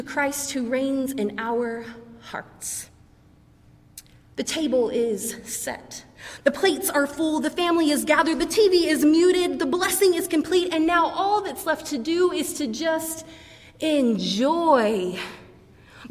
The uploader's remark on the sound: preached during our 11:00 service on Sunday